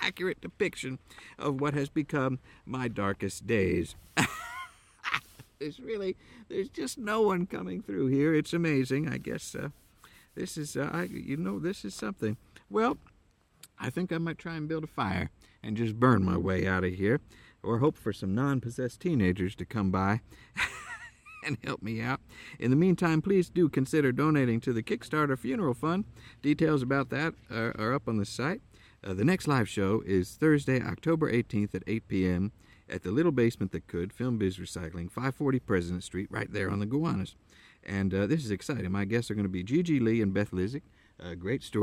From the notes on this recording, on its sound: From deep within a way-too-challenging corn maze in Southern Ohio. As the light fades and the animals/wild children begin to make strange noises.